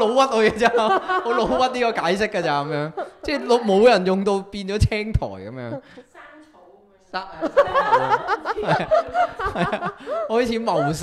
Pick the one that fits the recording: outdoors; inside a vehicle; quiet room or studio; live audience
live audience